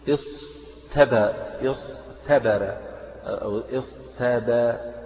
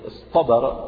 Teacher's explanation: انك تيجي بعد الايه الصاد المفخمه وتيجي تنطق ايه تاء مرققه، فهنا يحصل ابدال ان التاء تبدل طاء لتناسب الصاد التي قبلها · Shown in: second take